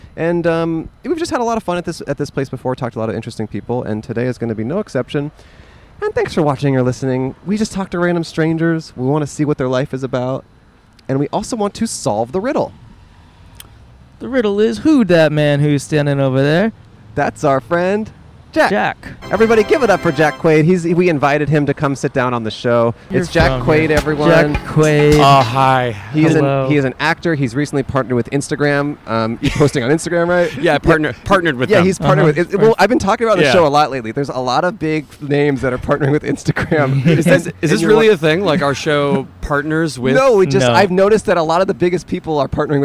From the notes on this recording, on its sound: Recorded 5/31/2022 outside the Dixie Hollywood in Los Angeles.